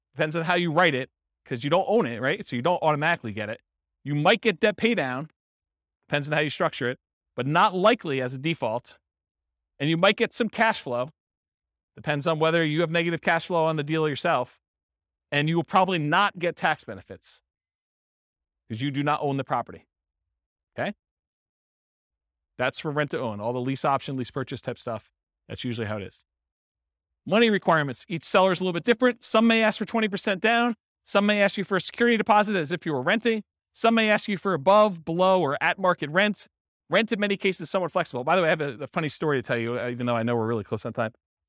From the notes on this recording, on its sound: In Round Rock, Texas. This was a live class recorded to give investors a solid qualitative overview of all the different real estate investing strategies.